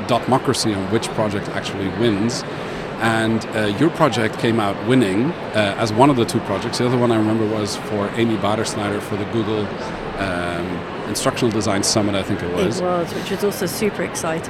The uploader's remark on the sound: Live from #IMEXAmerica